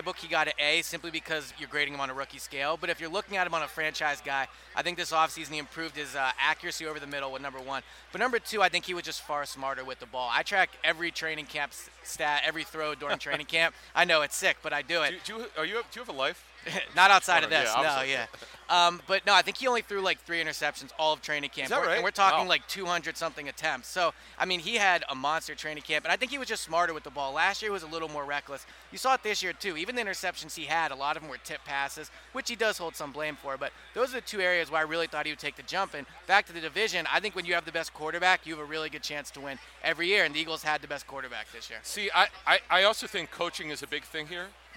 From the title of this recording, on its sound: Day 2 from Radio Row at the Super Bowl